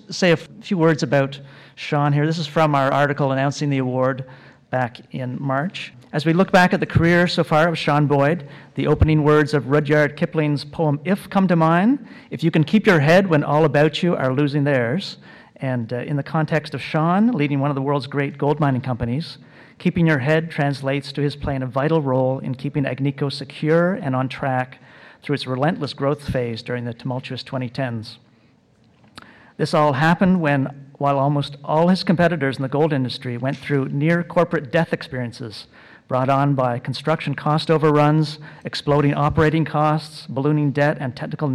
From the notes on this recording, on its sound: Recorded live at The Northern Miner's Progressive Mine Forum held at the MaRS Discovery District in October 2018.